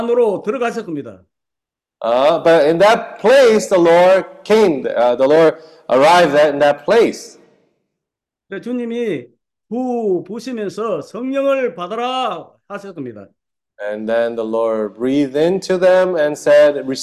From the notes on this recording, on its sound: Sunday zoom Meeting